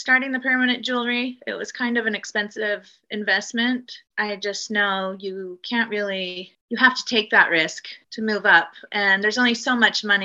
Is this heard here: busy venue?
no